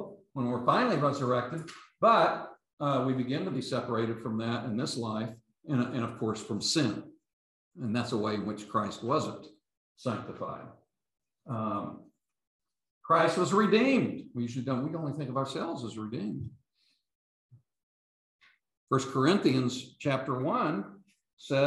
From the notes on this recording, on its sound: These podcasts are the recordings of the lectures.